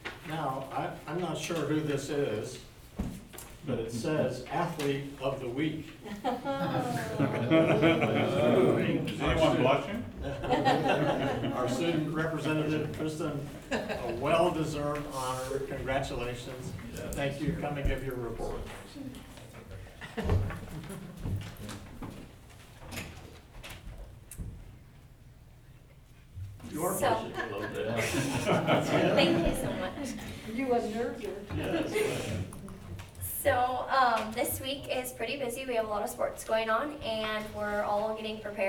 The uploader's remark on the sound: Live recording of Seaside City Council meeting, September 23.